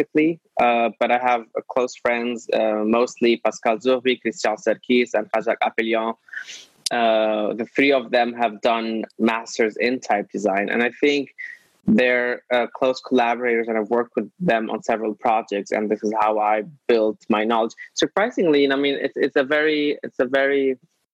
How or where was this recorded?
video call